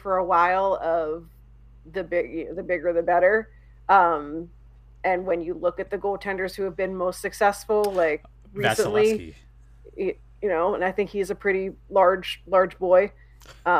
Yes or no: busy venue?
no